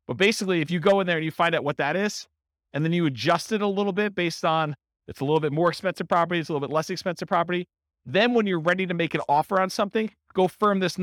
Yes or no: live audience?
yes